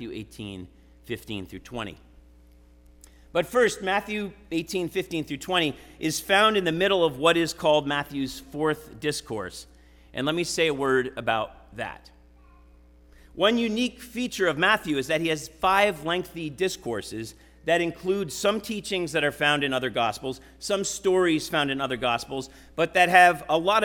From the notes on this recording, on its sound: Sermon preached at RCHP on September 10, 2023.